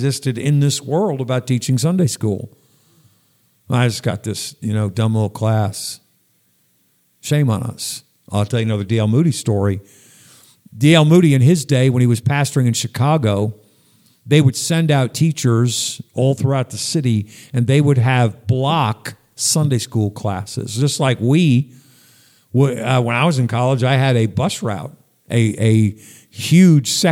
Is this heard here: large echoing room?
yes